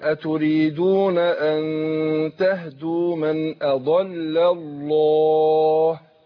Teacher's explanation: لام لفظ الله تختلف لها وضع خاص، لو سبقها مفتوح أو مضموم تفخم · Term: تفخيم لام لفظ الجلال